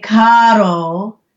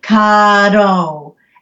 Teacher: So in the songs, if I'm, you know, a workaround is to have them say, as they're getting to something, instead of a rolled R, to insert a D · Shown in: second take